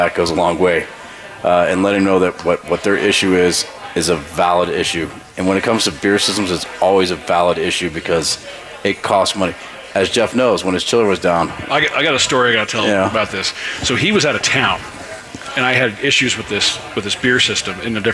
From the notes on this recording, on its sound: We're live from Southern Hospitality downtown for our Barbecue, Beer and Bourbon dinner!